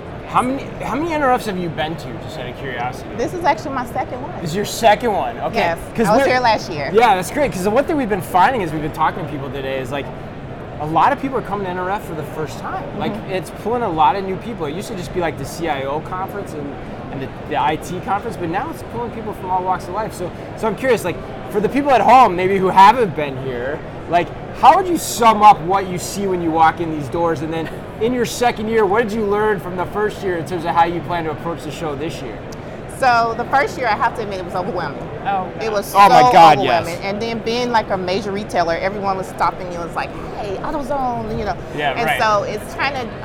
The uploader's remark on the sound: Live From NRF 2024. From their podcast studio inside the VusionGroup booth #5420. National Retail Federation Big Show Coverage.